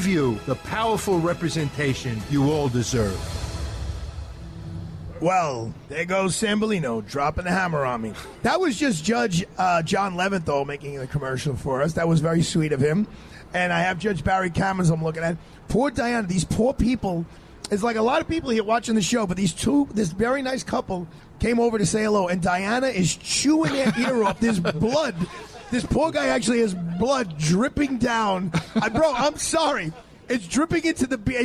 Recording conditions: outdoors